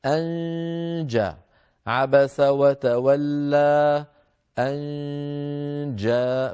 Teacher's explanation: نرى عند بالنسبة للجيم المثال هو قوله تعالى أن جاءه، عبس وتولى، أن جاءه الأعمى، يعني بمعنى نهيئ الفم على مخرج الجيم ودون أن نقفل المخرج هكذا، فيخرج أغلب الصوت من الخيشوم من الأنف، وصويت ضعيف قليل من الفم لأن الطريق غير مقفول من الناحية الفموية · Term: الغنة